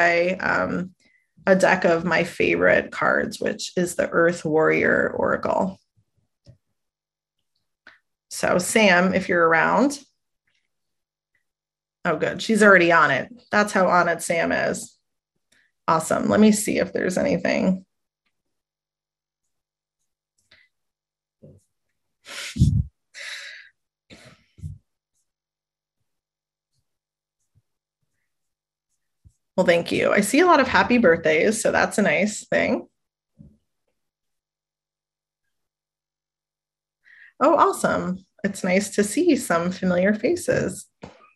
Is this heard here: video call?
yes